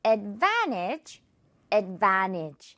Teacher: advantage에서 이 T 부분 지금 없애지면서 advantage라고 발음되는 거 들을 수 있겠죠.